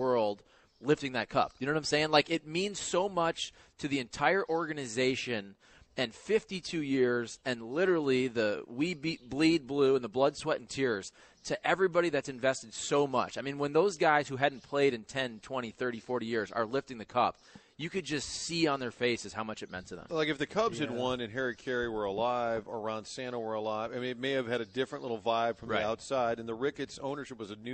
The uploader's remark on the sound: broadcasting live from Old Hickory Golf Club